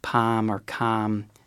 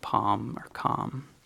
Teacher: she also has a fronted palm vowel · Shown in: first take